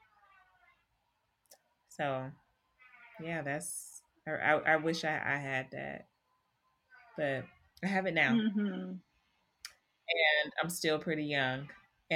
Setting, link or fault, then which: fault, sounds in the background